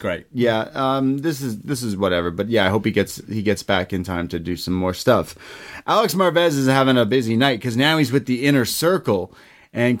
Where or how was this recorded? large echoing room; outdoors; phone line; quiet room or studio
quiet room or studio